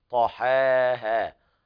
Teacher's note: الطاء هنا مفخمة لابد أيضا من ترقيق الحاء والهاء بعدها طحاها والخطأ أن يقول القارئ طحاها هذا خطأ شائع عند بعض · Term: تفخيم الطاء